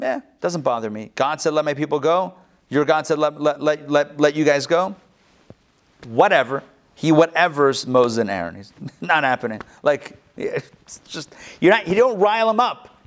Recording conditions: live audience